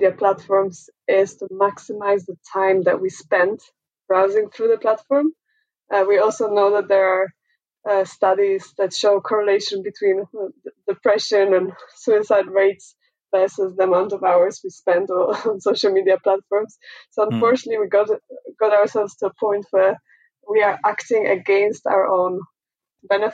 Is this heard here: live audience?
no